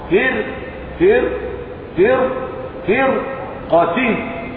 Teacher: وقعت القاف بعد الراء الساكنة التي قبلها كسر والكسر أصلي فخمت الراء لاختلال الشرط